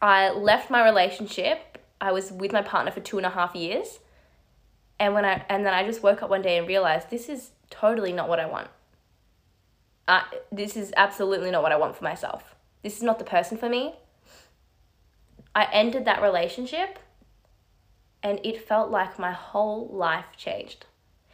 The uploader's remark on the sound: This audio is from my live on Instagram